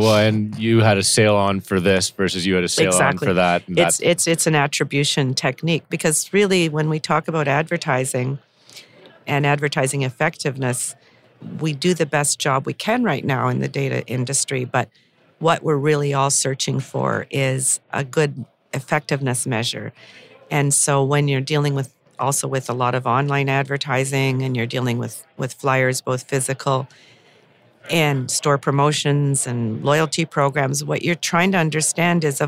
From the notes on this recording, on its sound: Recorded at the Toronto Real Estate Forum